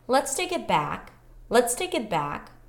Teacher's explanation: this kind of wave-like intonation pattern where you start really high is not necessarily related to the actual phrase that you're seeing.